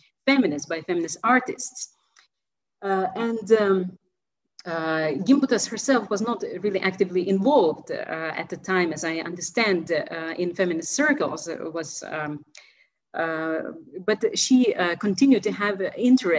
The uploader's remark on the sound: This panel was part of the virtual 2021 REECAS Northwest Conference. Is organized by the Ellison Center for Russian, East European, and Central Asian Studies at the University of Washington, Seattle.